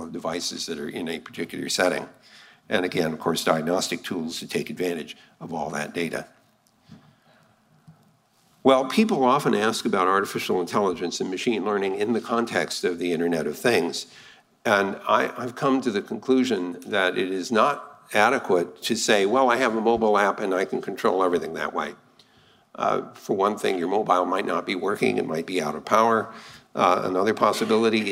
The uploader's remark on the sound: the full Shannon Luminary Lecture